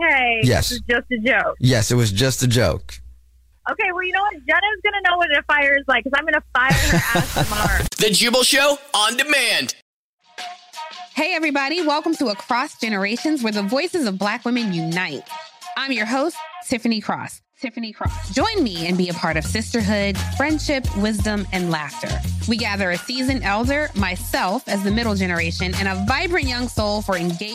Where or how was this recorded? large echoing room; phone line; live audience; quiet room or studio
phone line